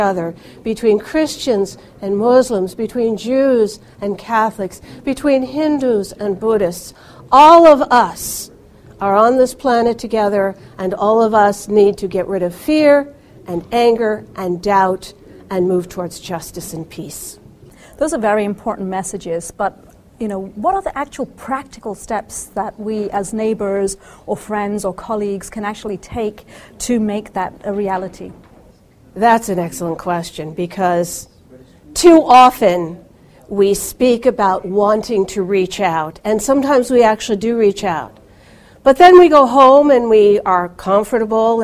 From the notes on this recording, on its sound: at 2015 Muslims4peace Interfaith Conference